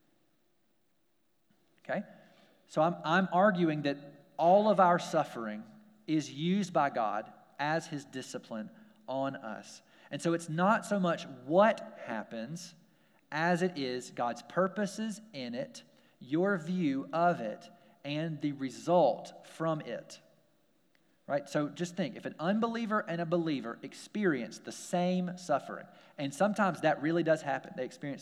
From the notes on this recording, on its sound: We're glad to share our service audio